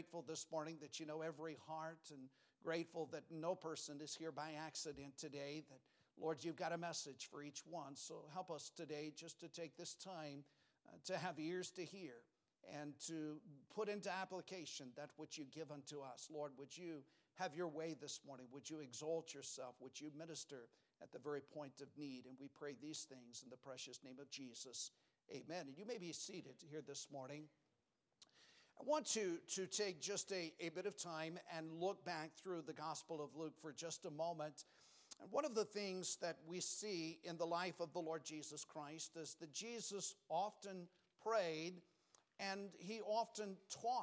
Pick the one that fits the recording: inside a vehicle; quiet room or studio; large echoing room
large echoing room